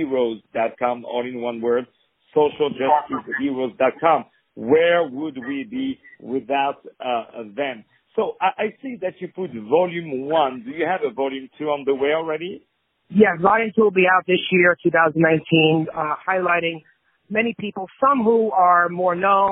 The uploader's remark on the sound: On the Phone